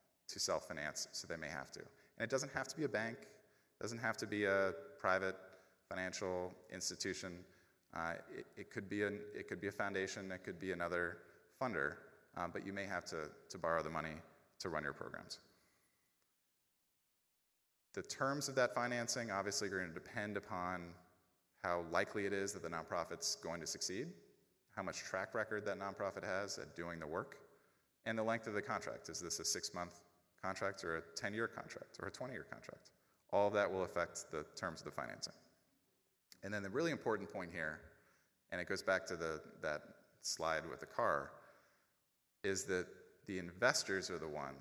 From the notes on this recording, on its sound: A recording of the September 2017 plenary lecture. During the annual Chronic Disease Academy.